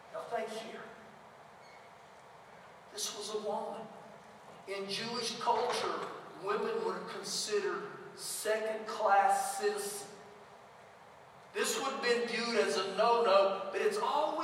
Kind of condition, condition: setting, large echoing room